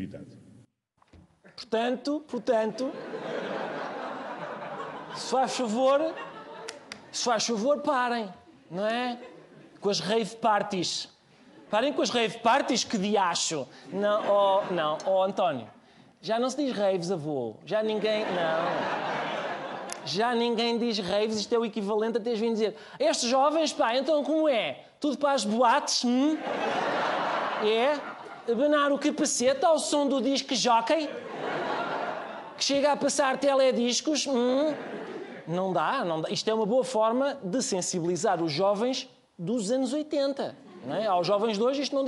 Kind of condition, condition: setting, live audience